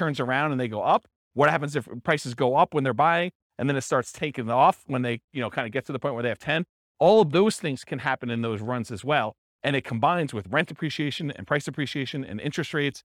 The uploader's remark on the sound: This was a live class recorded